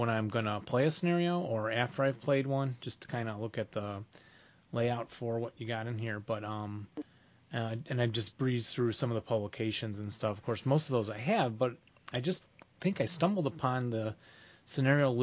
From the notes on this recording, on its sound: The audio quality is a bit uneven